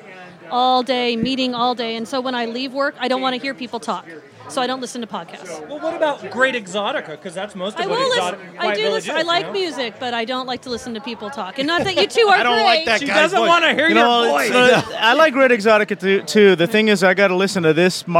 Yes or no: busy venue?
yes